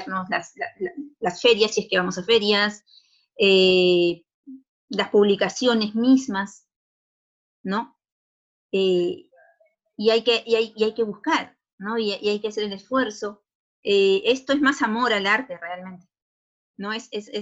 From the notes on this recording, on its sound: In this Zoom-podcast.